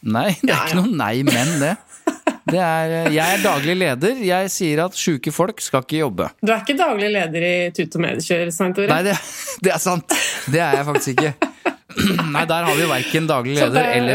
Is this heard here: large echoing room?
no